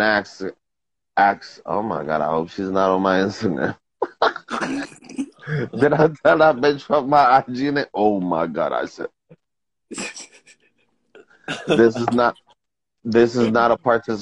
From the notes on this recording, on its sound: went live on Instagram